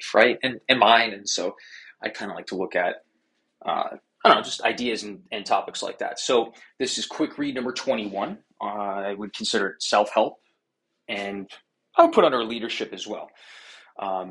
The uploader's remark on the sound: clips from Instagram LIVE Q&A sessions, Tik Toks & Reels, and zoom events